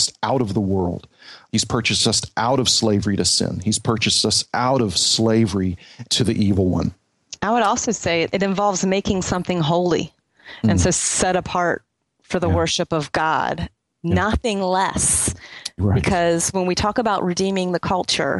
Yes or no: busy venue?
no